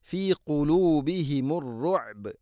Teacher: ബാഇനെ കലകല ചെയ്തുകൊണ്ട് അഥവാ ശരിക്കും കേൾക്കുന്ന രൂപത്തിൽ വഖഫ് ചെയ്യണം